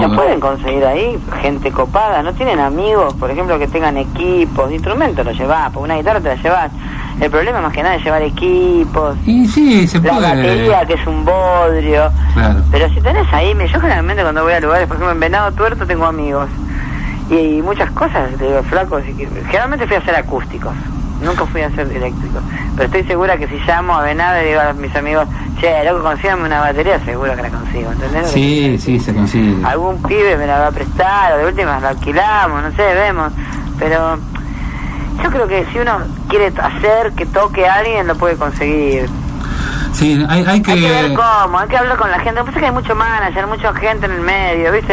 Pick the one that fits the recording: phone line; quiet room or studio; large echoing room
phone line